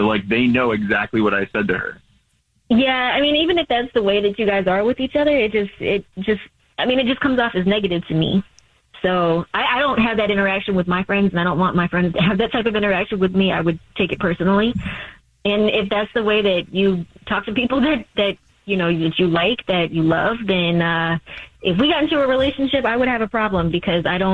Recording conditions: phone line